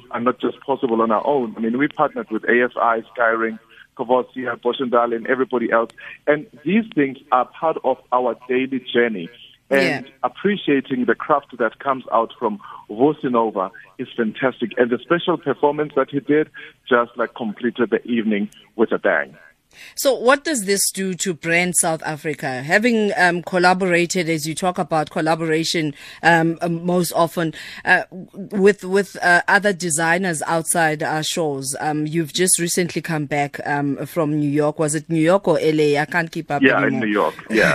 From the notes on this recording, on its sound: GUEST (phone).